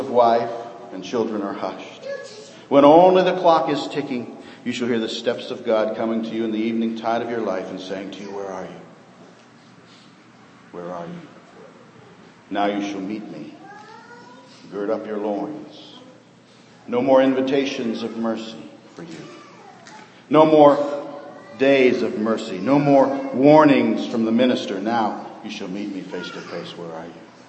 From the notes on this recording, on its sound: Sermon preached on Old Fashioned Sunday, 2012.